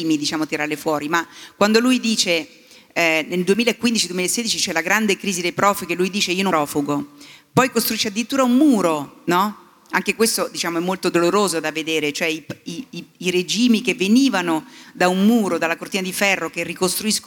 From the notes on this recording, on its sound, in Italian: In una puntata speciale live registrata al Talk del Post a Faenza. In una puntata speciale live registrata al Talk del Post a Faenza.